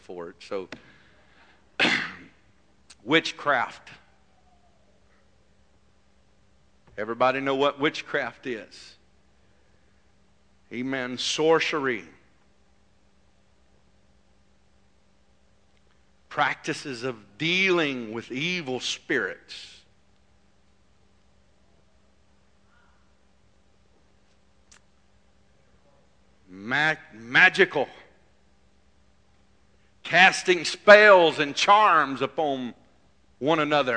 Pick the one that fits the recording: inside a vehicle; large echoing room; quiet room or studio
large echoing room